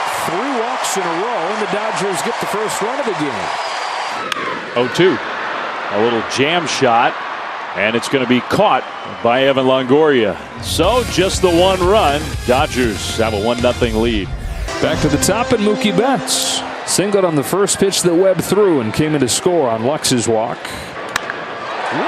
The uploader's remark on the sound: LIVE from #dodgerstadium